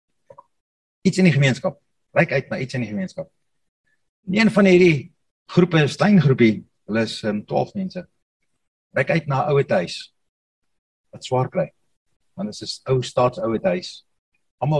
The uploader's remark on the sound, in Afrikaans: Zoom Byeenkoms 17 Mei 2022